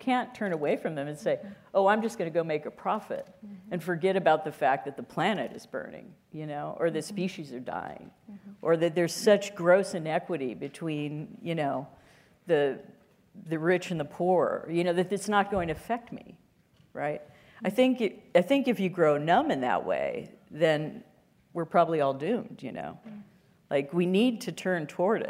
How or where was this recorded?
live audience